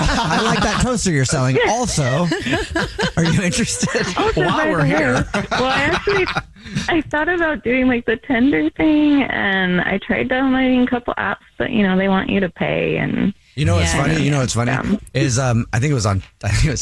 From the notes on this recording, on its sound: The woman on the phone.